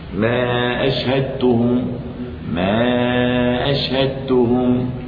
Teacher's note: التقاء الدال مع التاء، أضغمنا الدال في التاء · Term: إضغام متجانسين صغير